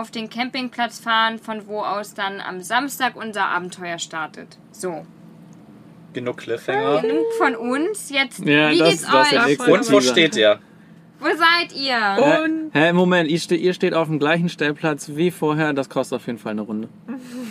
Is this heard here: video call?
no